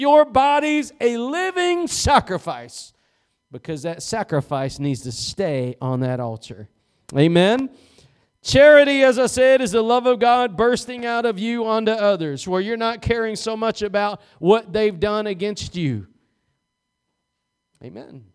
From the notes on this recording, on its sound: Preached at Gospel Lighthouse in Bossier City, La.